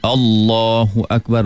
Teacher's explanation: Allah tidak boleh disebut pendek. Mat tabi'i pada kalimah Allah mesti dijaga.